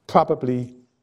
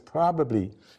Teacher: But for linguists, P and B are formed exactly the same place. They're both bilabial stops, but one is voiceless and one is voiced.